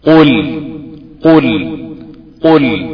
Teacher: القاف في أوسط مراتب التفخيم